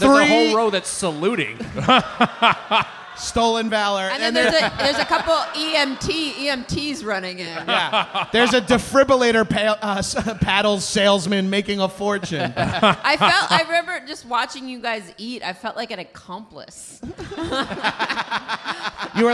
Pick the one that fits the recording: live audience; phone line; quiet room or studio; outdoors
live audience